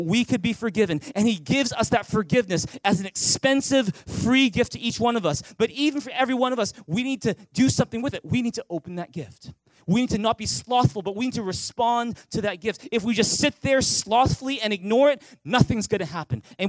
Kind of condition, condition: setting, large echoing room